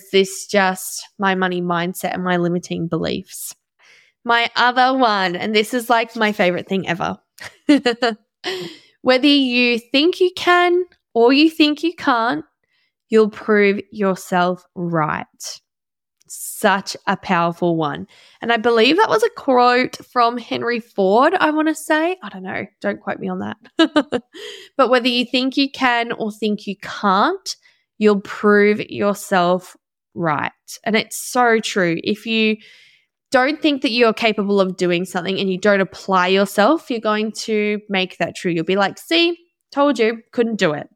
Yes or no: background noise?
no